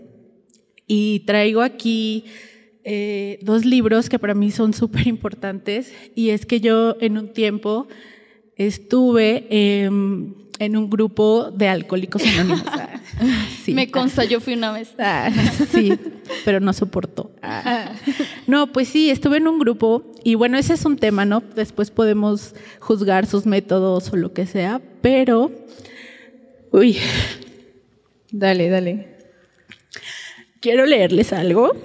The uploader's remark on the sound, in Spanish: una conversación en vivo y con público